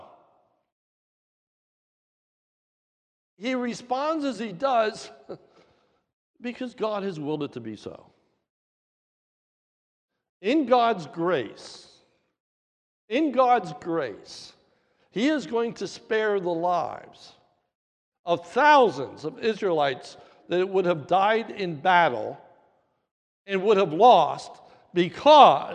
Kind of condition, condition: setting, large echoing room